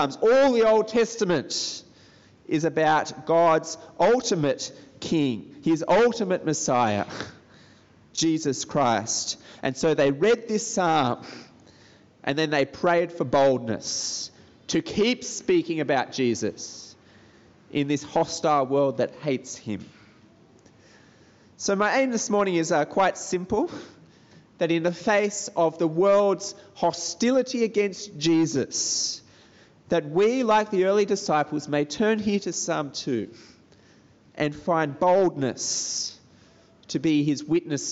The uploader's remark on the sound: This sermon was preached at Brickfields Asia College Christian Fellowship on 5th October 2021.